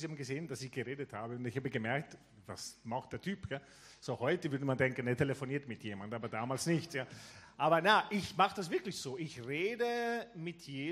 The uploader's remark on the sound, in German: Gottesdienst zum Schulanfang aus der LIFE Church Wien